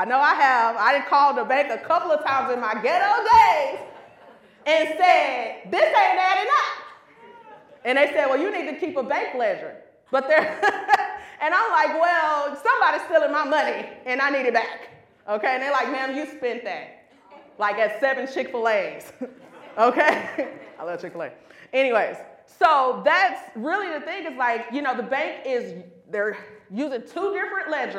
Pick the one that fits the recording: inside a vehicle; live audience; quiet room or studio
live audience